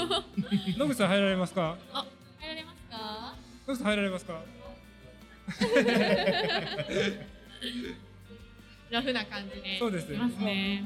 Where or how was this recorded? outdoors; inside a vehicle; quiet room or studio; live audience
live audience